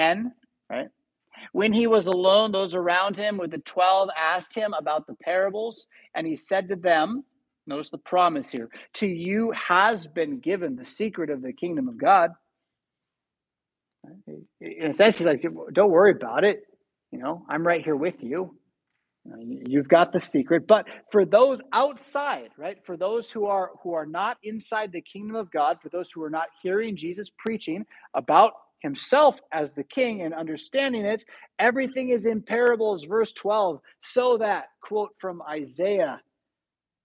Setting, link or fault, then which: setting, large echoing room